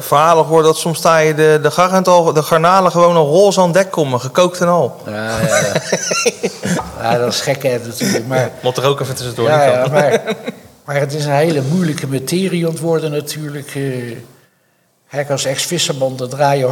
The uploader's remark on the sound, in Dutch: Nemen we live op vanuit het Schevenings Muzee. Voor het eerst gaan we de podcast opnemen met publiek.